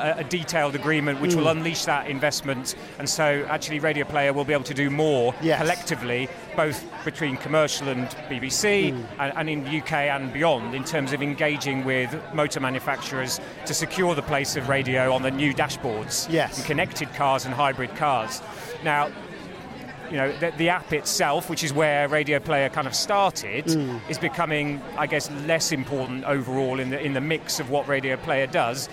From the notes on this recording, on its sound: This week we’re at the all-you-can-eat media buffet that is The Future Of Audio Europe. This week we’re at the all-you-can-eat media buffet that is The Future Of Audio Europe. Thanks to The Future Of Audio Europe, powered by The Media Leader, for being such gracious hosts.